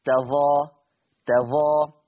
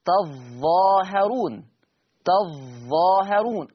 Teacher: يبقى الفارق إن حفص، حفص يخفف الظاء تظا، أما ورش يشدد الظاء تظاهرون · Shown in: second take · Term: تشديد الظاء